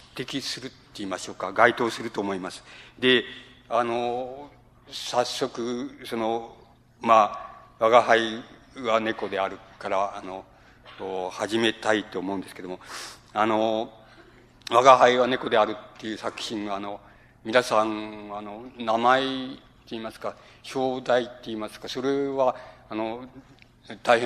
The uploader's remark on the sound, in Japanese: 音質：５。主催：日本近代文学館。場所：有楽町・よみうりホール。近代文学館・夏の文学教室。音源はライン録音。